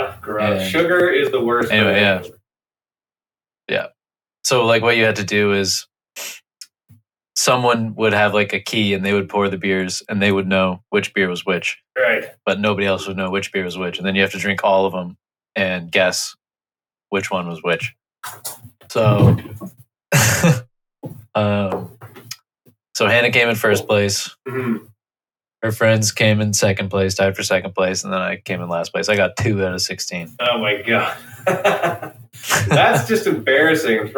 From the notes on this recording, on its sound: This episode is fraught with technical difficulties.